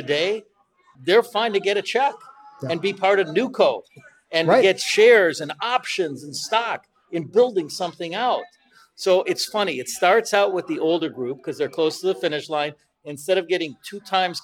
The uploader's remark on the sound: is live from The Beer Temple in Chicago